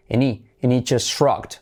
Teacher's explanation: Y salto la H también de he